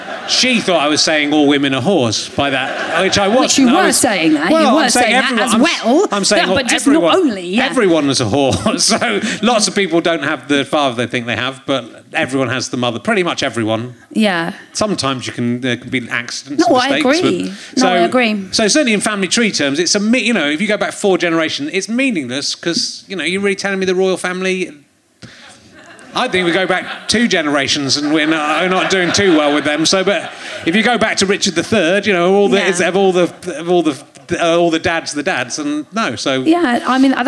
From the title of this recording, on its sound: Leicester Square Theatre Podcast